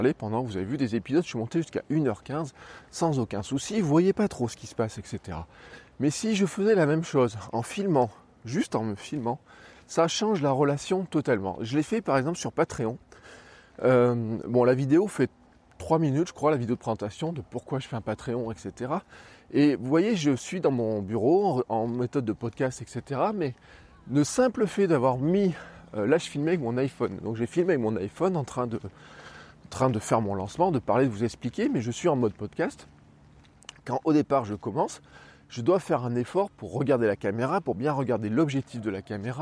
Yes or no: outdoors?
yes